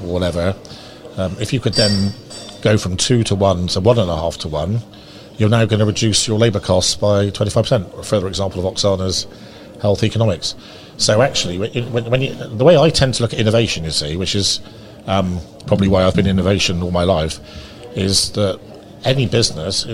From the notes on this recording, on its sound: This week we are on the road bringing you a live broadcast from Donnington Valley Hotel